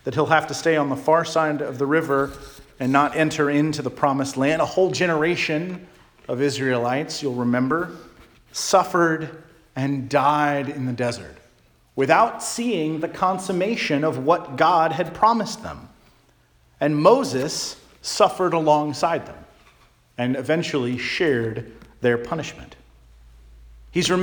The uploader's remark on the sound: Charles Anglican Cathedral, Bremerton, WA.